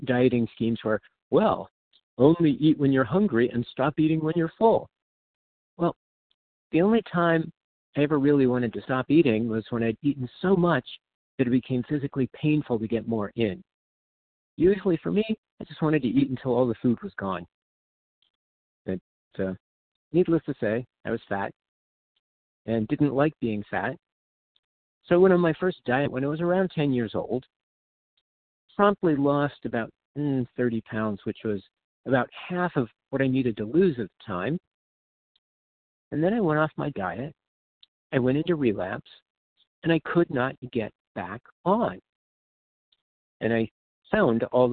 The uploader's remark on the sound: from the 100 Pounders Phone Meeting, 10/6/23.